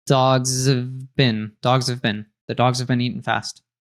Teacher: I connect the S from dogs